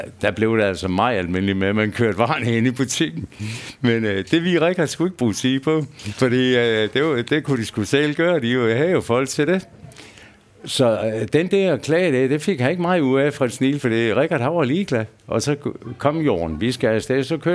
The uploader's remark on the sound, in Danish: Optaget på Bill’s Pub 47, Odense.